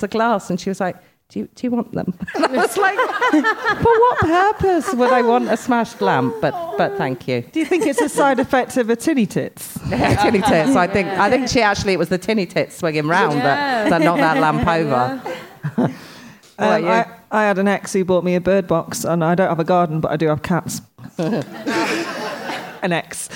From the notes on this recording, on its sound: This episode was recorded in front of a live audience at Leicester Square Theatre.